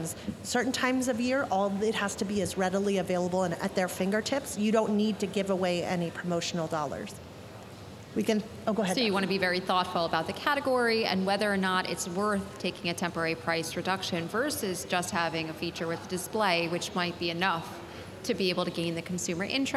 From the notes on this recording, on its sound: at our annual Cardinal Health Retail Business Conference (RBC)